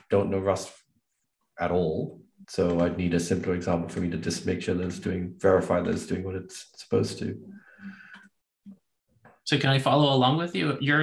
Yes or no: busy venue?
no